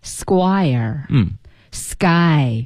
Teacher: 一个 S 连到一个 K 的音，这个 K 几乎肯定是浊化成一个 G 的音